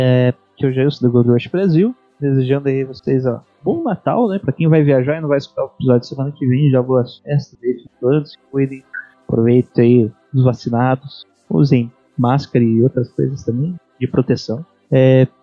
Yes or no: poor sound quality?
yes